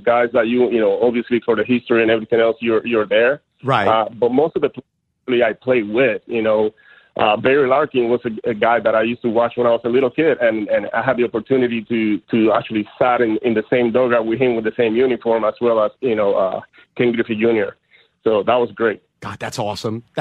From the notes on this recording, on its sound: The former MLB pitcher decides to call in with his thoughts on baseball's rule changes.